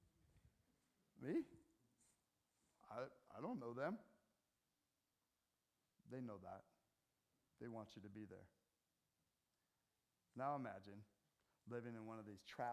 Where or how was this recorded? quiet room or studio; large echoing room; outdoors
large echoing room